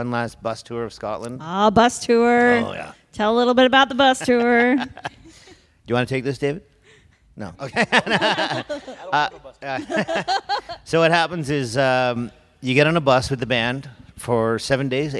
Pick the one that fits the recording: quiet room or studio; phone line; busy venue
busy venue